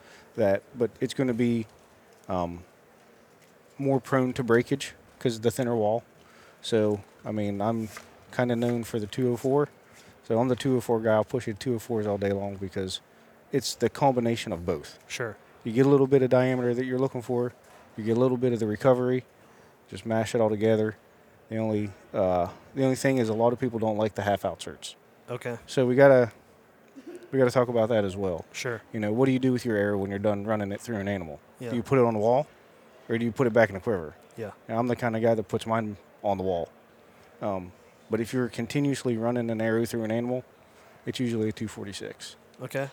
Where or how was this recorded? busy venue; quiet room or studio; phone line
busy venue